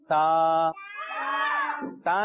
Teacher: सा को अदा करते वक्त आपने जबान के सिरे और दांतों के अंदरूनी जो किनारे हैं इस पर तवज्जो रखनी है, क्योंकि सा यहां से अदा होता है।